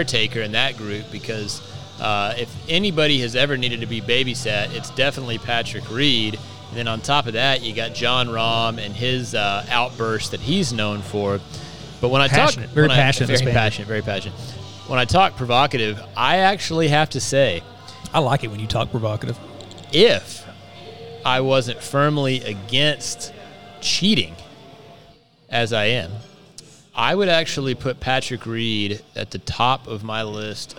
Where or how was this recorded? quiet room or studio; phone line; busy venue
busy venue